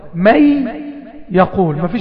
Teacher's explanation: لابد ان انطق حرف ياء مشدد بدلا من النون الساكنه او التنوين · Term: ياء مشددة